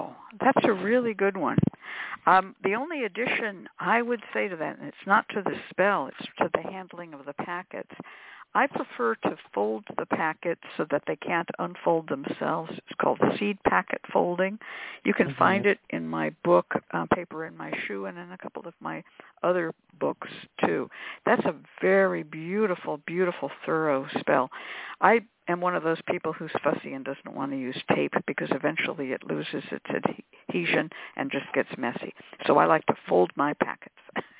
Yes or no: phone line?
yes